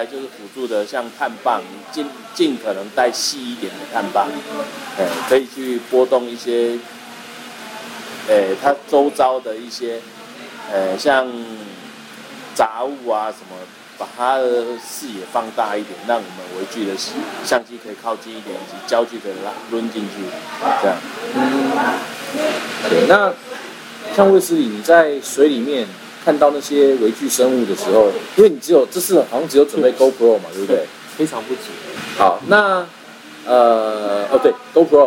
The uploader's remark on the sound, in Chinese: 我們移地來到了 菲律賓 八打雁 的 阿尼洛(Anilao)，錄製過程中因為在度假村餐廳，收音方面可能會有些許雜音，請各位聽眾多多見諒～。